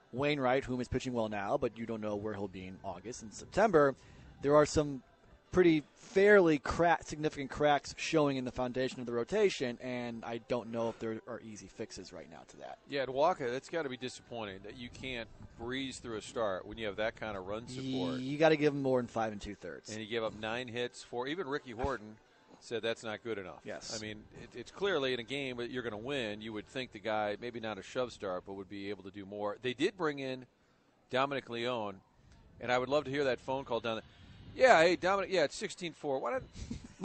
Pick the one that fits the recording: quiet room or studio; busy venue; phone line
busy venue